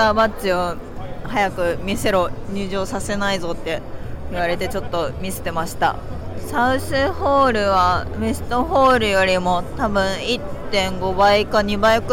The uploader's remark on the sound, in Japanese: 引き続き、ロサンゼルス現地12/1～12/3に開催された L.A.Comic Con の現場からお届け。